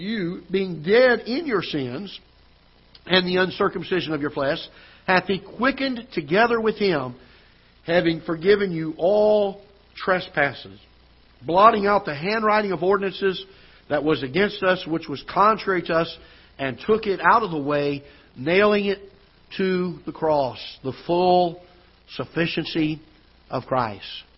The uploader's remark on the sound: Ketha Heights Baptist Church ~ Live Broadcast